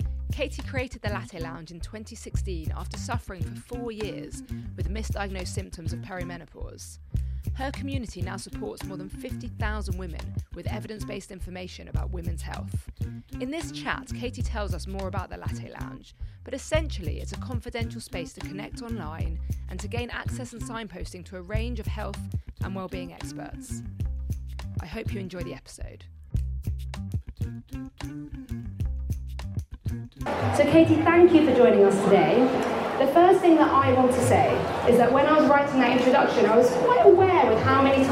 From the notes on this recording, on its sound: LIVE* recording from The Mind, Body, Spirit Festival, London